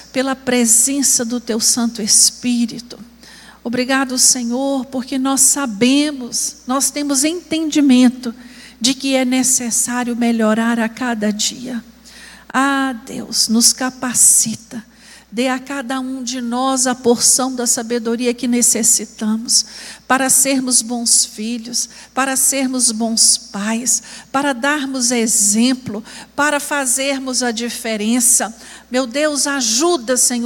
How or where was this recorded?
large echoing room